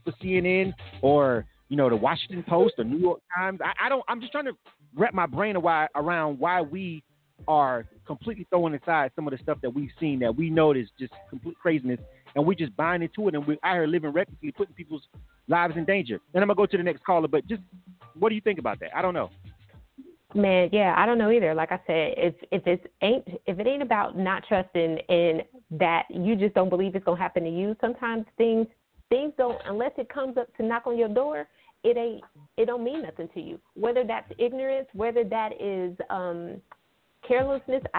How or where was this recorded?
phone line